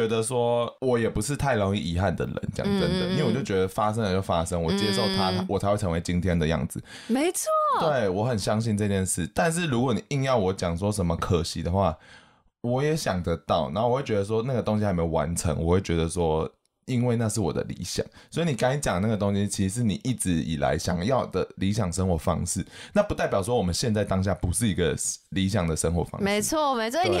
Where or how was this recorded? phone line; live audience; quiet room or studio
quiet room or studio